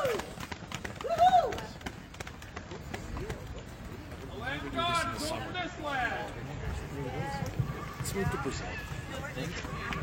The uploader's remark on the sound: Press Conference at the Alberta Legislature